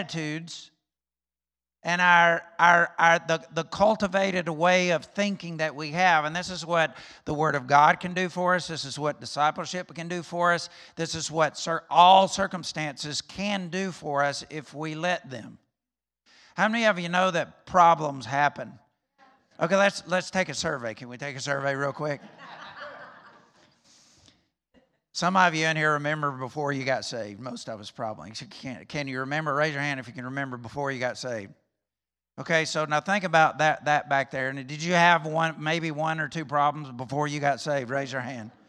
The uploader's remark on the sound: recorded on Sunday, May 9th, 2021, during service at The Anchor Church in Rockport, Maine.